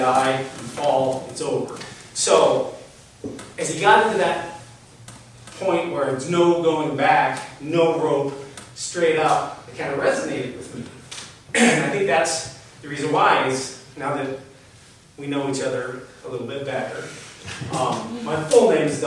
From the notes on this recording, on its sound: A recording from a Story Night at Montana Gallery in Billings, MT, recorded on November 13, 2018. On this episode, you'll hear a recording from a Story Night at Montana Gallery in Billings, MT.